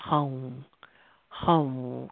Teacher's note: it's pronounced like hung, but with a kind of a nasal at the end